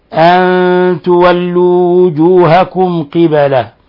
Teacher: وجوهكم قبل المشرق والمغرب، ميم ساكنة جاء بعد حرف القاف، الحكم التجويدي إظهار شفوي، يعني أننا نلفظ بالميم ساكنة مظهرة من غير غنة ومن غير أن نضغط عليها